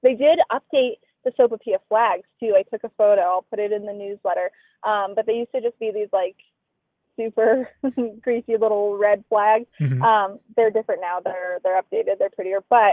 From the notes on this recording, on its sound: Got a sneak preview of the new Casa Bonita this morning, and she’s calling in from that strip mall parking lot in Lakewood.